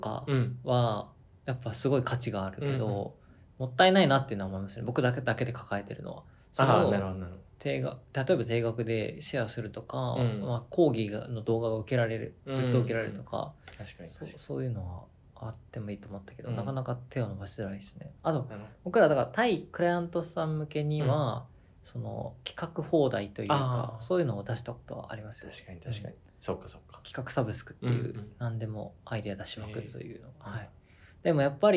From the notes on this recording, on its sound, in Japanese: この収録日、レコーダーを紛失しスマホで録音したら、まんまと聞こえづらくなりました。